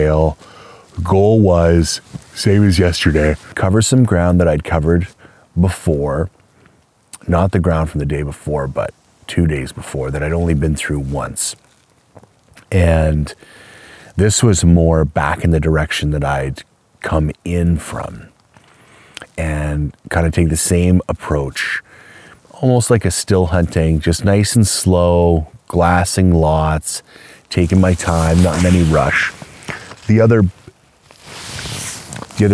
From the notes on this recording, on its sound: He took a field recorder with him on his latest adventure and tried to record a live hunt podcast as best he could.